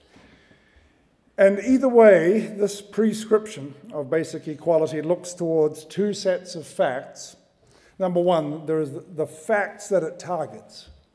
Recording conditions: large echoing room